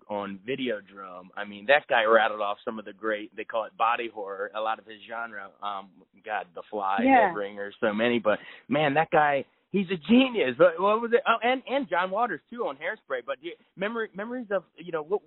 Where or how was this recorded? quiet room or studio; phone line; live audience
phone line